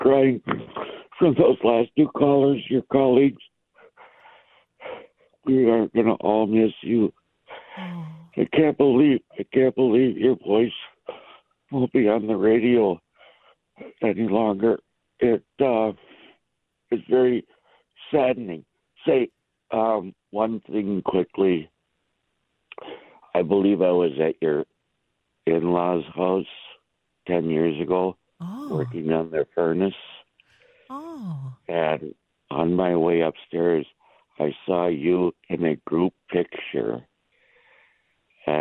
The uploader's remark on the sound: continues to open up the phones, talks with a few special callers